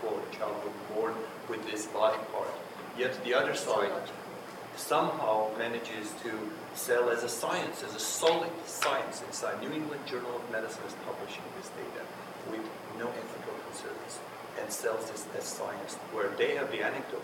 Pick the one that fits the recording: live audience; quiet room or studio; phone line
live audience